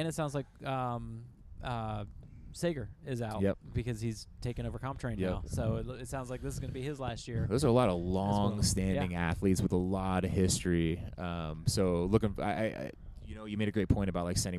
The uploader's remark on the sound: Live from the CrossFit Games. We are LIVE in Madison, WI at the 2023 NoBull CrossFit Games and sit down in the Mayhem Lounge.